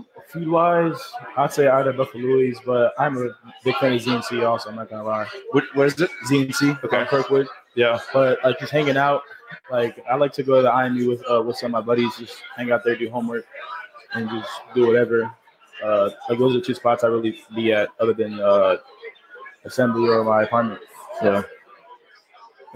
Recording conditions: busy venue